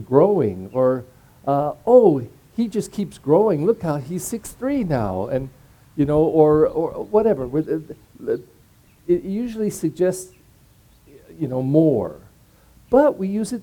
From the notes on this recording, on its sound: for our outdoor celebration of the 16th Sunday in Ordinary Time